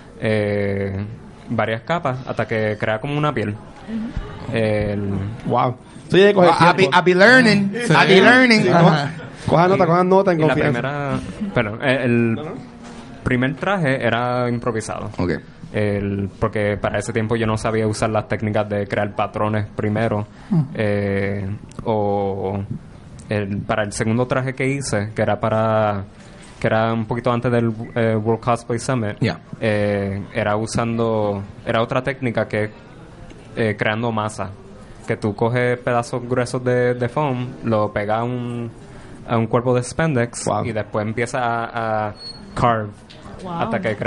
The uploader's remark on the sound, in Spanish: fue grabado como parte de la serie #RoadToPRCC2019 en la tienda The Bookmark localizada en San Patricio Plaza